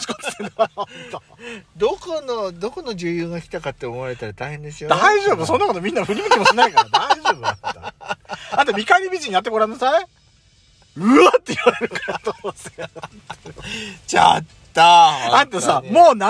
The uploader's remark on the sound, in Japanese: パーキング収録